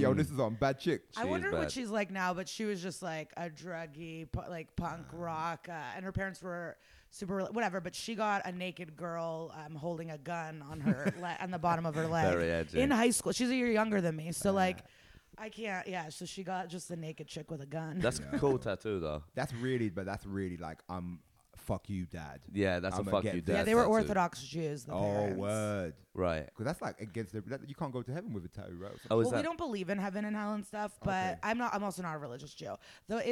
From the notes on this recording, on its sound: Recorded at the Edinburgh Fringe